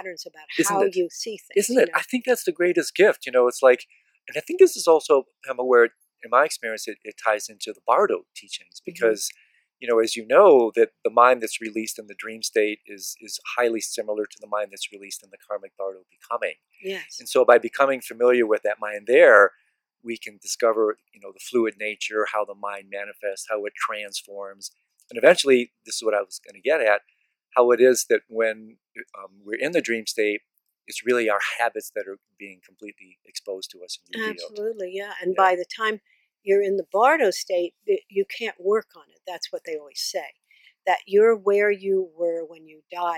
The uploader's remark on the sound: This interview was conducted in person and outside, in a lovely garden in Boulder, Colorado. Because it was recorded outside and unedited, be prepared for some “dream signs” that playfully barge into this delightful conversation!